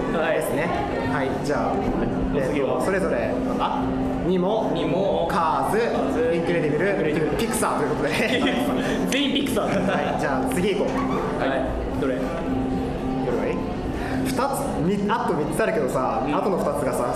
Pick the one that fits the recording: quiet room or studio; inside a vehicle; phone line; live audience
live audience